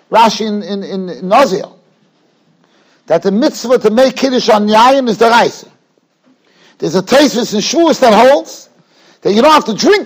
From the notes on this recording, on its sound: Shiur recorded in Yeshivas Ohr Reuven, Monsey, NY.